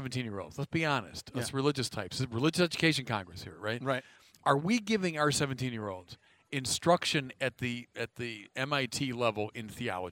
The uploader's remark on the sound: From the 2019 Los Angeles Religious Education Conference